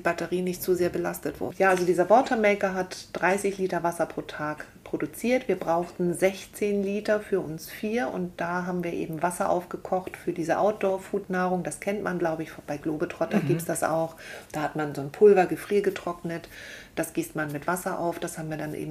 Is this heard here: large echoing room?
no